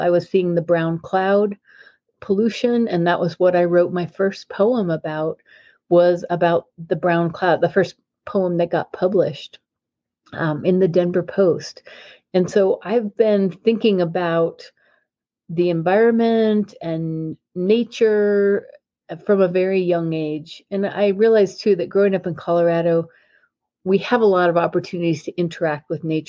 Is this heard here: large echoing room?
no